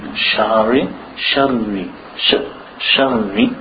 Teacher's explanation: You don't want to make an alif after the sheen.